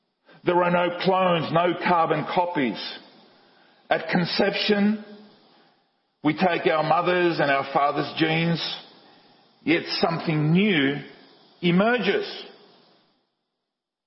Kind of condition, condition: setting, large echoing room